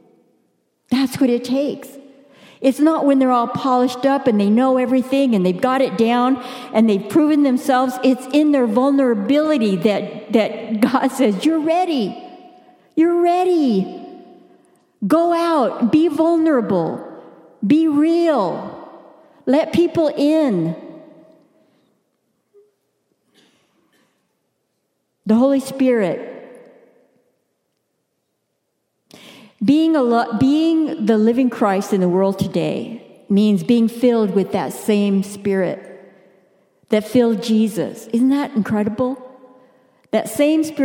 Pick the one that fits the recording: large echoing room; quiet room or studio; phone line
large echoing room